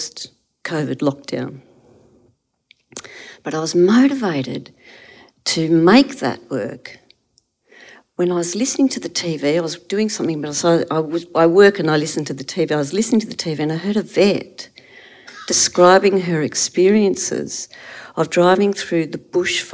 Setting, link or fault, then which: setting, live audience